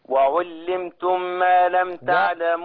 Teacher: غنة الميم في الميم